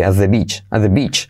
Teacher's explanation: la T de at se omite